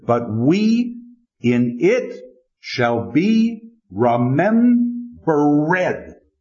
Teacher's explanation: you've got to pronounce the ED at the end of the line to get the full foot. · Term: the extra syllable